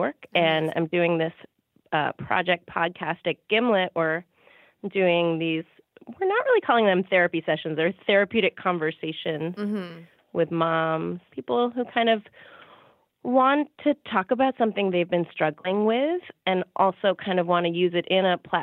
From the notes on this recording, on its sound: During this phone call.